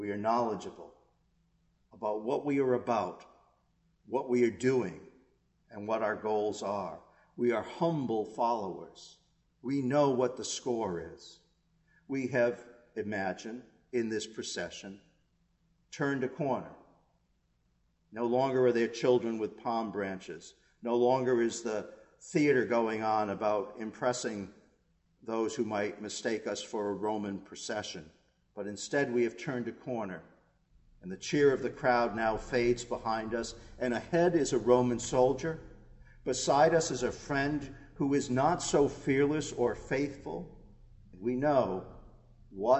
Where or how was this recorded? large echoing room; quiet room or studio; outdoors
large echoing room